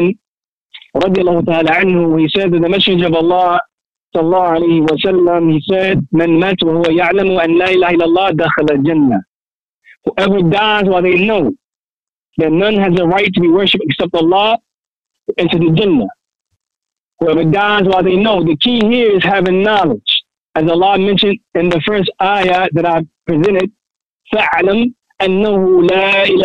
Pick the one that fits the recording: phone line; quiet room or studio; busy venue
phone line